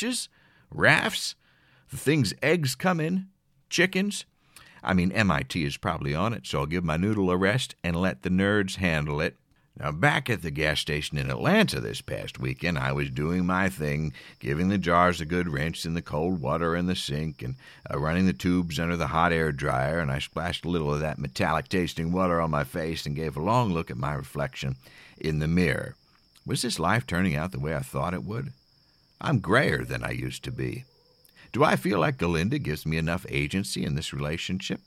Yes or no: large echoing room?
no